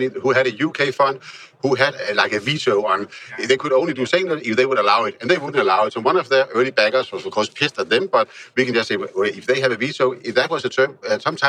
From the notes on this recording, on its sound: Recording this episode during TechBBQ in Kopenhagen. Recording this episode during TechBBQ in Kopenhagen.